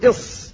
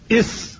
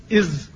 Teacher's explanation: إذا ضغطت ضغطا شديدا خرجت الصاد، وضغطا متوسطا تخرج السين، وضغطا خفيفا تخرج الزاي · Term: حروف الصفير